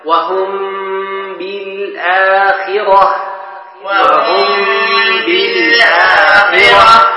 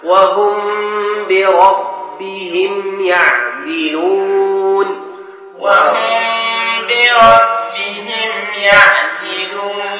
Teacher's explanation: ميم ساكنة جاء بعدها باء، والباء من حروف الإخفاء الشفوي